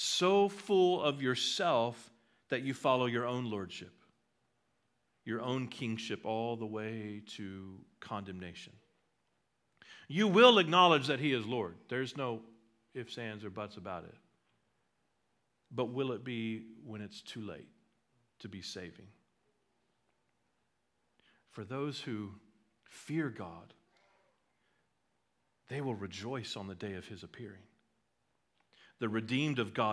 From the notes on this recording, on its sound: At Liberty Baptist Church in Liberty, Missouri.